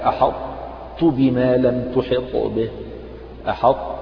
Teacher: بحيث لا يطغى تفخيم الطاء على ترقيق الحاء